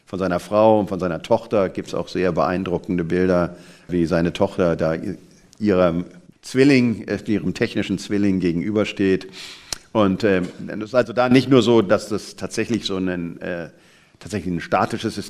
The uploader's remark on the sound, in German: Live-Aufzeichnung im Nürnberger Planetarium